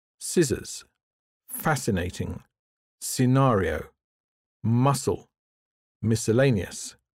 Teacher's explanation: The C isn't pronounced when it appears with the letter S to form SC. · Term: silent C